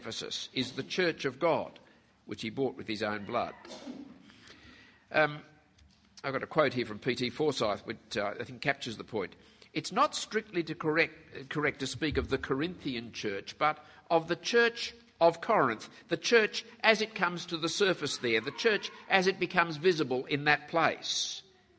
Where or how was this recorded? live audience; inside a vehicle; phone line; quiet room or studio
live audience